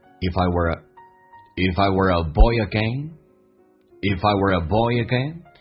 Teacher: If 跟 I 有连音叫 ifI